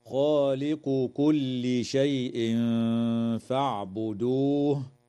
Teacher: إخفاء حقيقي للتنوين عند الفاء مع الغنة مرققة